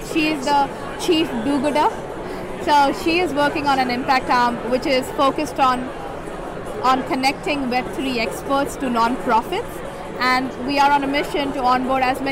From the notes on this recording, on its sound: In this episode, we take you Live from NFTNYC 2022. We hit the floor & chatted with a variety of projects & people.